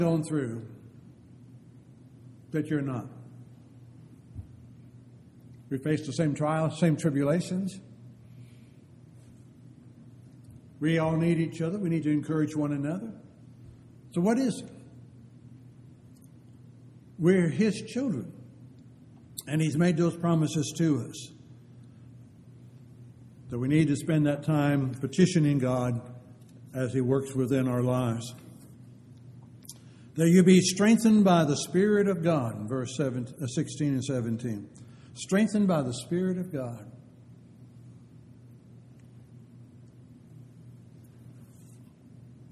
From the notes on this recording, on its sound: Downtown Church Of Christ Audio Sermon